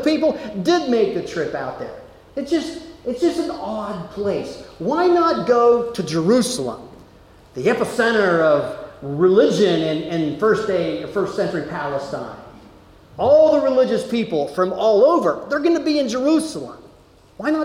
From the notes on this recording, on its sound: Delivered at Amity UCC in Meyersdale, PA.